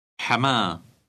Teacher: Word number 12 ends with the letter representing the H sound. When this word is read out loud, the H sound is barely perceptible.